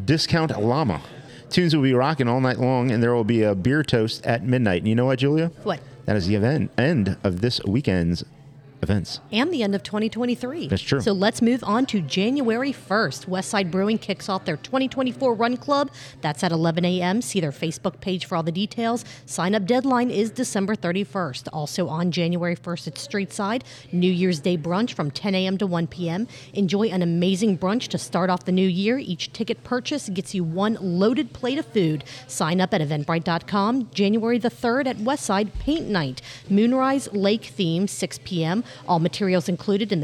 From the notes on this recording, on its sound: At our amazing podcast host, Higher Gravity Summit Park!